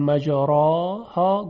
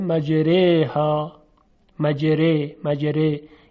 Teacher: یعنی حرف ر رو ترقیق کرده و به تبعش الف بعدش هم شبیه به یا تلفظ میشه · Shown in: second take · چون اماله یعنی میل دادن الف به سوی یا، یا به قول خودمون تلفظ کردن الف با صدایی شبیه به یا.